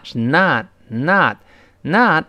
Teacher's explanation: 我们如果读美音的话，就直接发啊